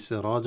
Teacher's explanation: سراجا وهاجا ما الطبيعي في سراجا مع الألف، تفخم الراء وتفخم الألف التي بعدها، لأن الألف في التفخيم والترقيم، الألف في التفخيم والترقيق تابع لحرف ما قبلها ترقيقا وتفخيما، فإن حرف الذي قبل مفخمة تفخم، وإن كان حرف التي قبلها ترق مرققة فترقق.